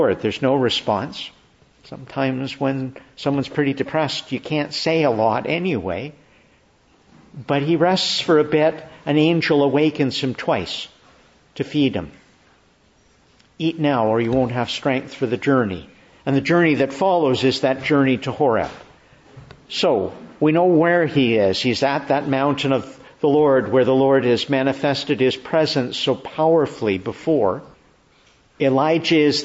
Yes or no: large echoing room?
yes